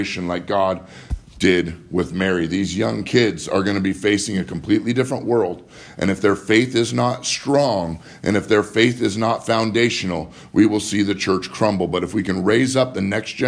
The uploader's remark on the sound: Live from Living Word Lutheran in Graham, Wa